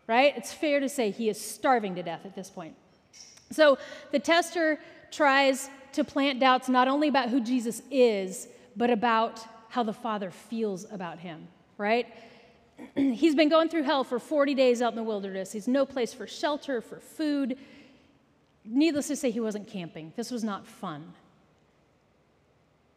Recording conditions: live audience